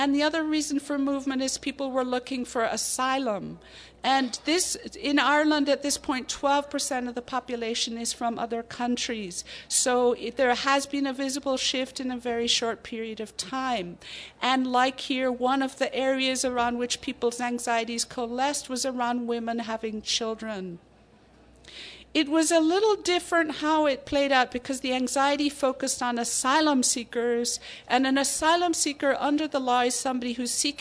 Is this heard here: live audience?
yes